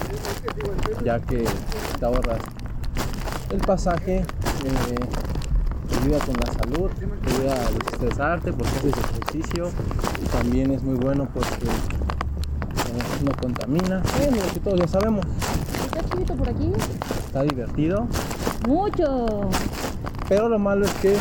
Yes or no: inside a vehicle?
yes